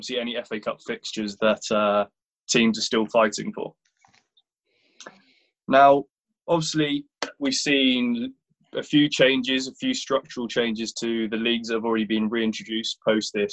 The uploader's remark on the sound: Zoom Show